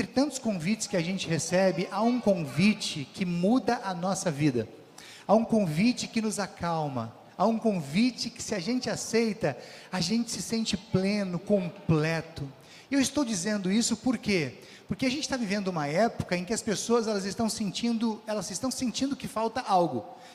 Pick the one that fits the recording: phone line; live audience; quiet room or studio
live audience